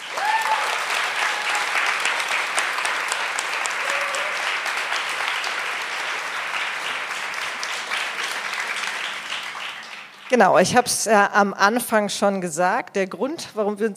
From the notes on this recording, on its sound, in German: wurde auf unserer Geburtstagsfeier im Berliner Club SchwuZ aufgenommen